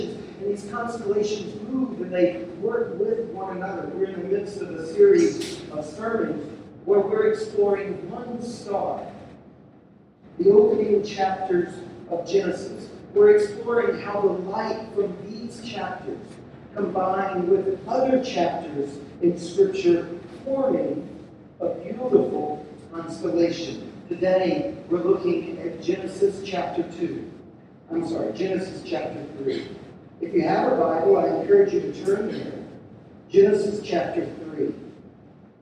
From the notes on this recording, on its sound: We're sorry for the poor sound quality.